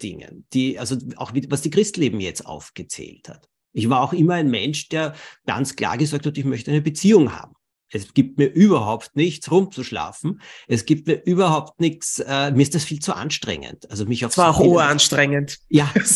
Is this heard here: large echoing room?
no